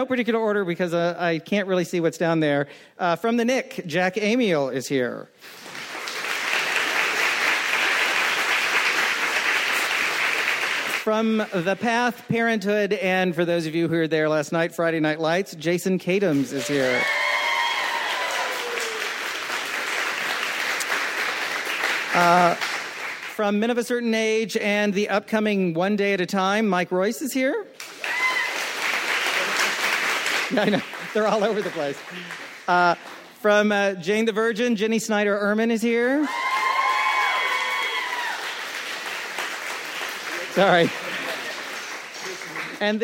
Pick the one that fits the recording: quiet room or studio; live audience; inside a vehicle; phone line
live audience